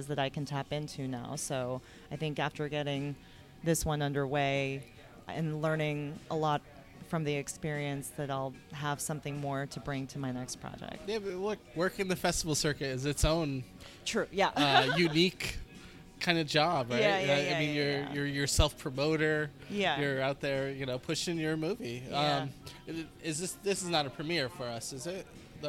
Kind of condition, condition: setting, busy venue